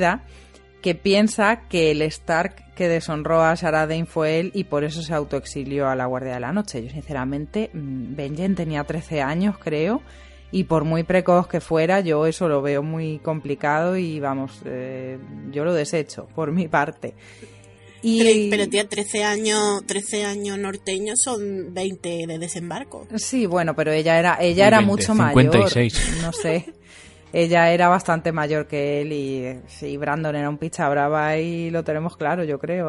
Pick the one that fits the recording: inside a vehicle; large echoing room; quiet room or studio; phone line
quiet room or studio